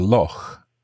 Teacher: So loch is a kind of unusual word in English because this sound, this CH that you make in your throat, this doesn't exist elsewhere in English